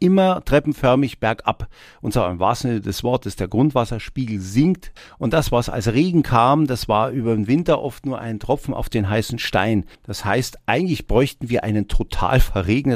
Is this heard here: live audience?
no